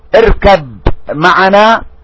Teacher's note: الباء والميم، الباء والميم مخرجهم الشفتين، لكن صفة الميم كالباء لا.